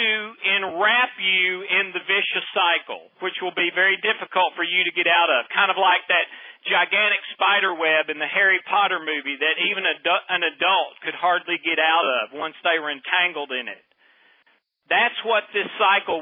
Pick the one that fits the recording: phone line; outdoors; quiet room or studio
phone line